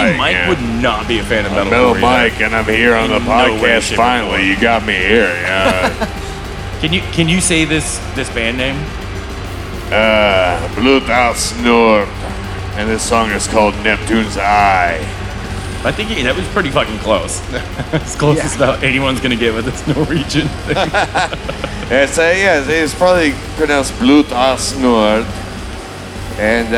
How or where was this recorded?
busy venue